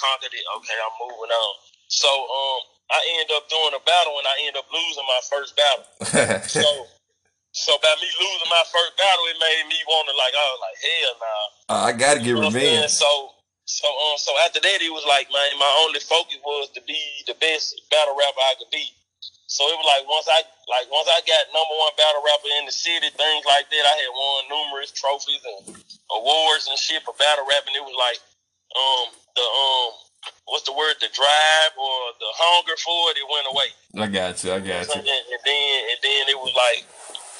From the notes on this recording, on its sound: on the phone